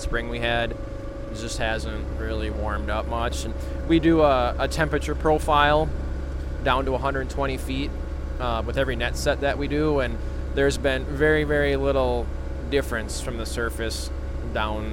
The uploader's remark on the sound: Featured in this week’s episode are staff from the DNR’s Lake Superior Fisheries Office in Duluth. On board the 31-foot boat that left from the Grand Marais Harbor July 15. Most of which was recorded on Lake Superior near Grand Marais.